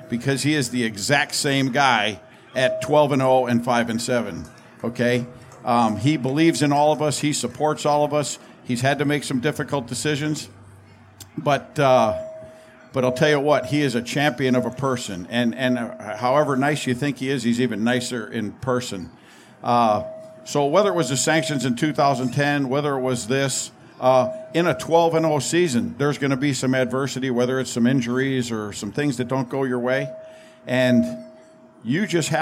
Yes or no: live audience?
yes